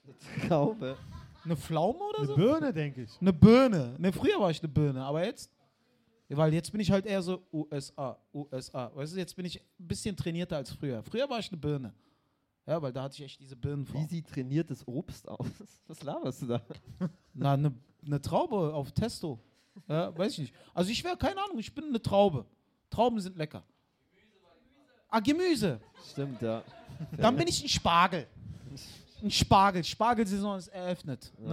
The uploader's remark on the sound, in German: Live aus dem Mad Monkey Room. Die erste Live Folge von Mic Drop, die vor Publikum im Mad Monkey Room in Berlin aufgenommen wurde!